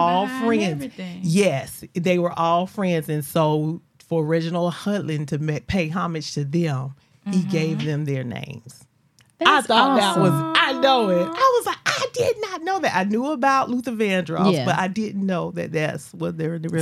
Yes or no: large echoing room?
no